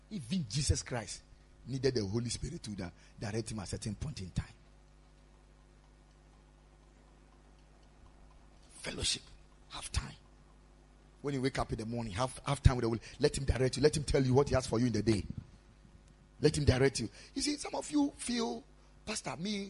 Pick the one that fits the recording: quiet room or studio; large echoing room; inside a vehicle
large echoing room